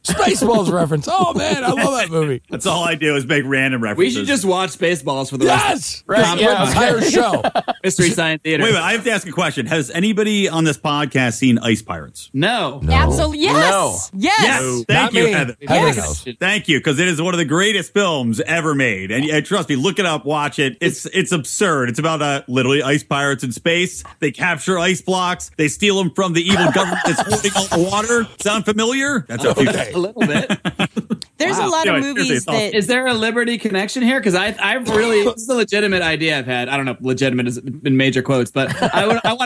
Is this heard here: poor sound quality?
no